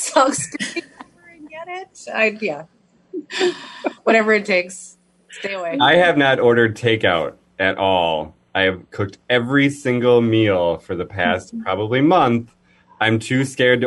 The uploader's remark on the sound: Update via Zoom